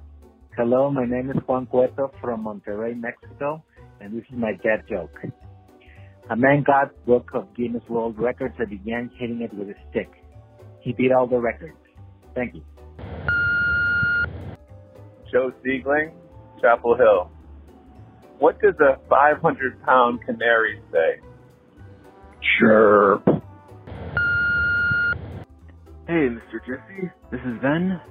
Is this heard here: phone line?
yes